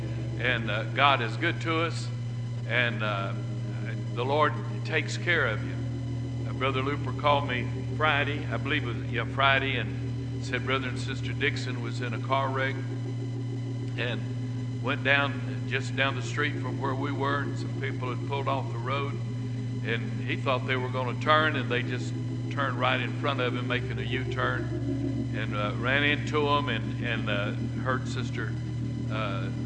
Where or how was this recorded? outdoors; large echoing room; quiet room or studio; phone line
large echoing room